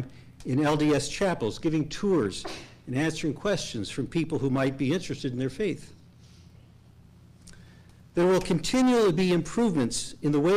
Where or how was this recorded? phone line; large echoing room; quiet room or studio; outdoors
large echoing room